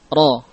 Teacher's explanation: Namun untuk huruf ra yang maftuhah, maka ra-nya bersifat mufakham, tebal, ya.